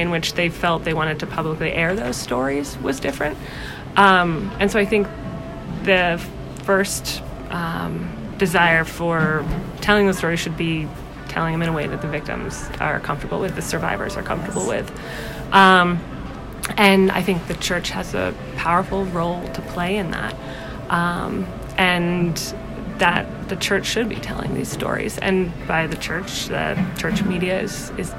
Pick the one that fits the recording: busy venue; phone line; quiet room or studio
busy venue